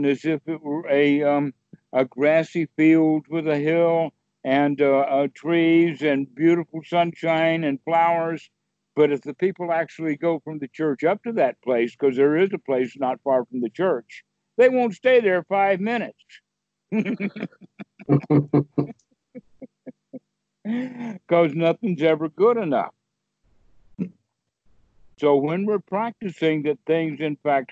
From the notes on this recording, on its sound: skype calls on this channel